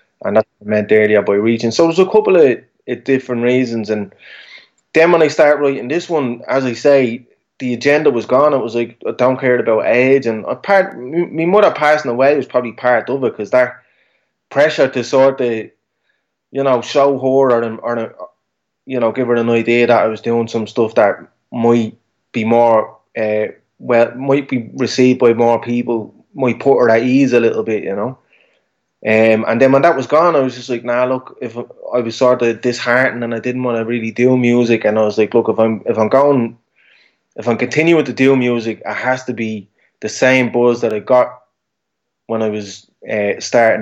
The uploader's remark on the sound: Over Skype